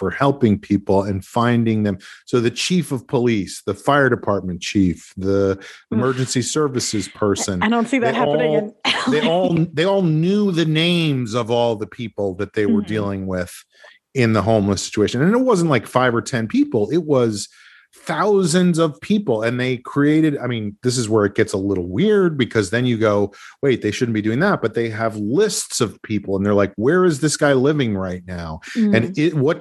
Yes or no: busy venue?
no